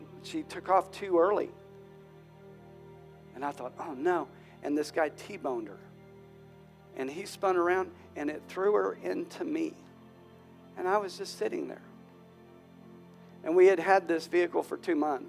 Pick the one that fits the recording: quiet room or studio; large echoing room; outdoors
large echoing room